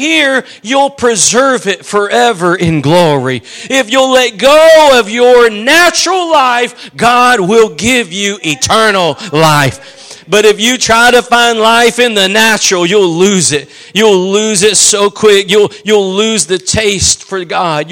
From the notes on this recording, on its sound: Preached at Gospel Lighthouse in Bossier City, La.